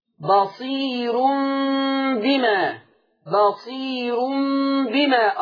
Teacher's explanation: الراء مضمومة وقبلها ياء مادية فهترقق الراء · Term: ترقيق الراء